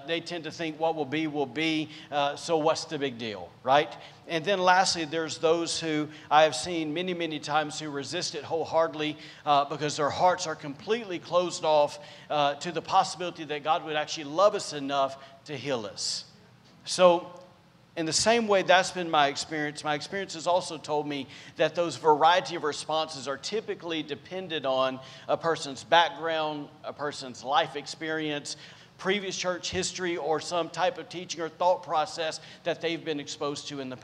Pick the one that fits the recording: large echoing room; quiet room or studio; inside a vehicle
large echoing room